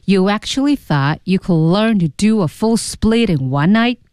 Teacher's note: You actually thought 是第一阶段，向上小推一点点。